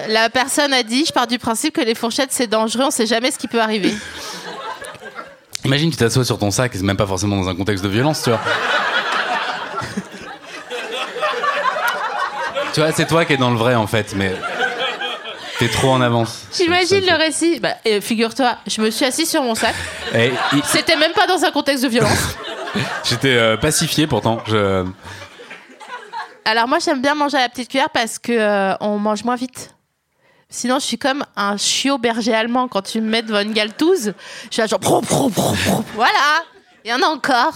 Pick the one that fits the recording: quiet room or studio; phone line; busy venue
busy venue